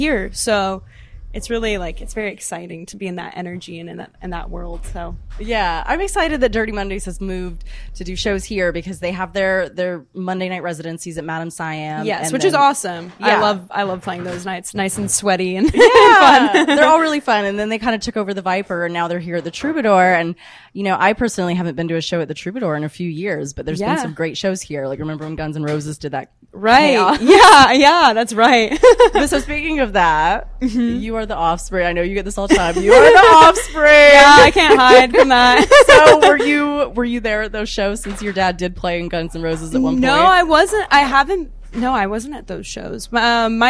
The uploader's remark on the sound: At Dirty Mondays at The Troubadour! Live show footage.